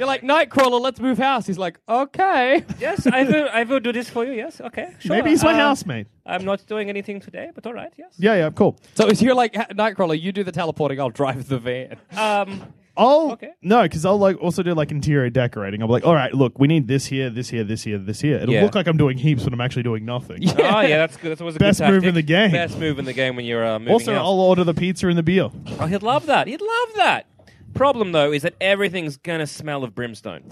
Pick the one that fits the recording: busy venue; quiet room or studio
busy venue